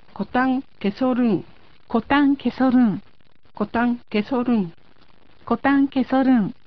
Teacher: ケシの KES の語尾の S とオルン ORUN の語頭の O が一音になってソになります。 · Term: 連音